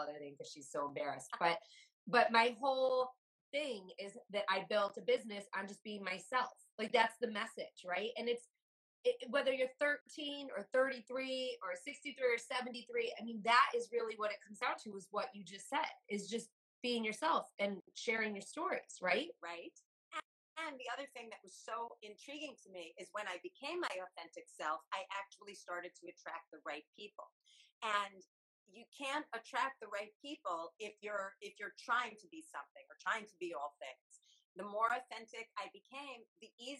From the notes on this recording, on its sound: the sound is not the best